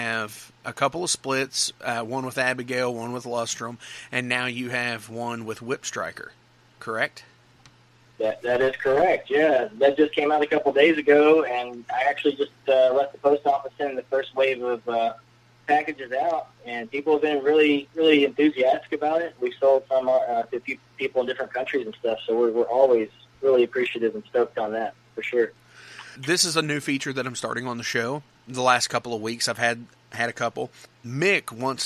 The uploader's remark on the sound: joining me on the phone